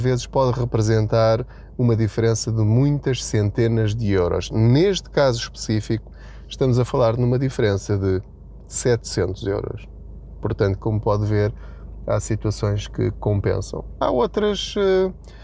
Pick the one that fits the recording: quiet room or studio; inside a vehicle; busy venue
inside a vehicle